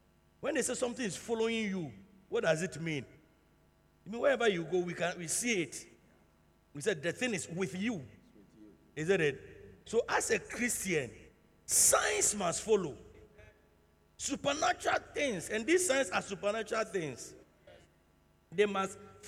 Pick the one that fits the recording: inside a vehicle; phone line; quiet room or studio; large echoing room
large echoing room